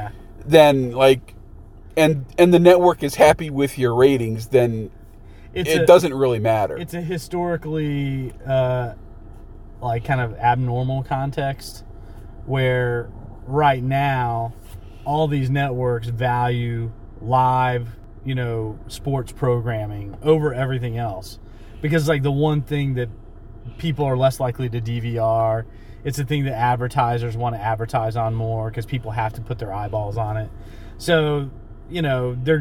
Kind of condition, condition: setting, inside a vehicle